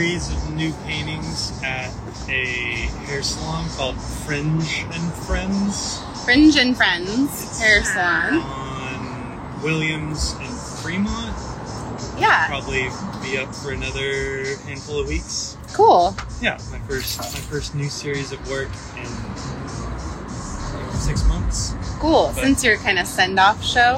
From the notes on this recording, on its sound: This episode is a wonderful and extemporaneous gathering of artists; all thanks to the sun shining in Portland while sitting outside of a coffee shop.